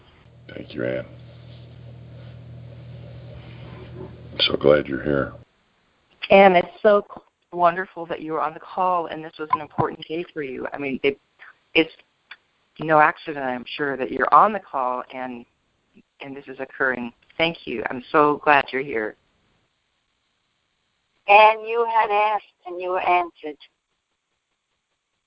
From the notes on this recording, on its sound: ACIM Daily Conference Call